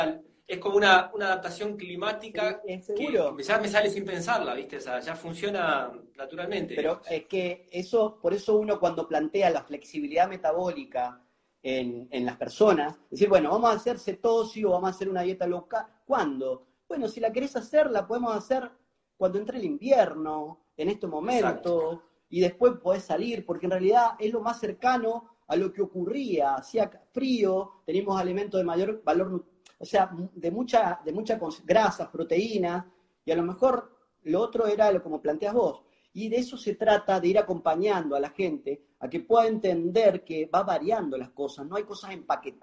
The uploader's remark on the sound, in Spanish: Audio de la charla en VIVO por Instagram